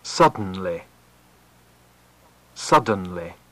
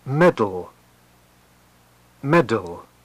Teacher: First with a syllabic consonant, and then with a vowel plus consonant.